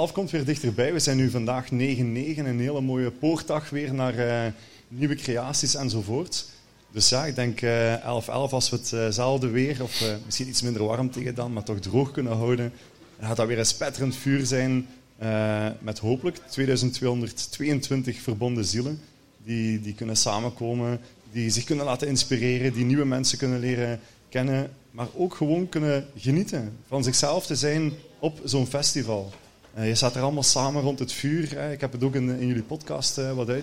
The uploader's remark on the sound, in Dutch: live op TimTom Festival'23